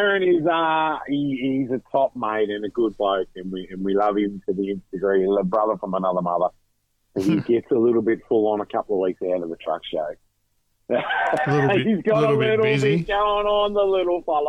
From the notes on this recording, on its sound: Lots of phone in and text messages on a vexed subject.